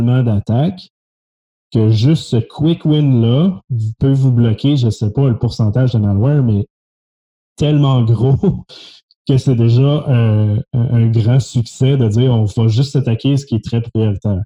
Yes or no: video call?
yes